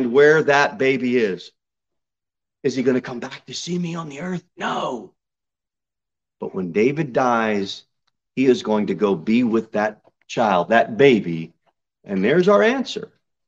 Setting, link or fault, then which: setting, large echoing room